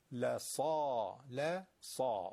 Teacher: حرف صاد همون سین است که انداختید تو گلوتون